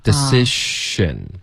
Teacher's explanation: z 的音呢你卷舌了发成一个 z 的音了记得它是一个 sh 的一个嘴型